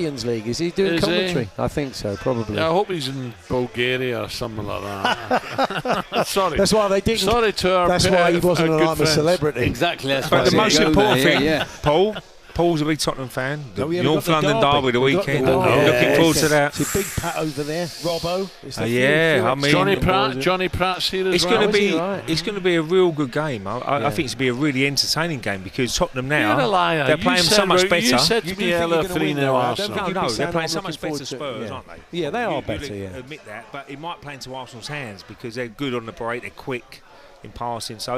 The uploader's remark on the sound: Live from The Centurion Club in Hertfordshire